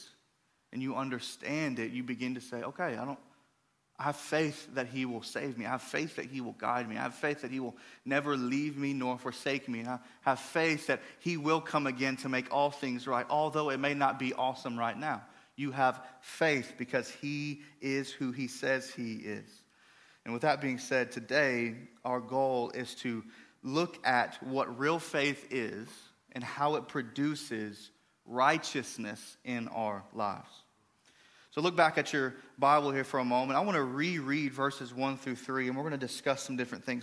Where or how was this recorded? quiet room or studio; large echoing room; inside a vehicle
large echoing room